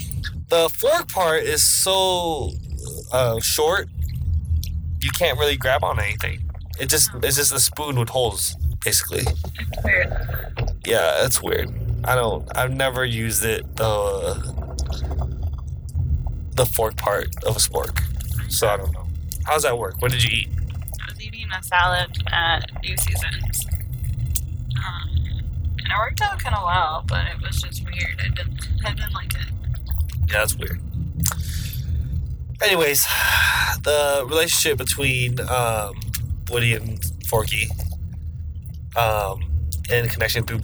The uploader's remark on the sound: Recorded while driving on the freeway, so there's a ton of feedback in the first half of the episode, but levels out later on.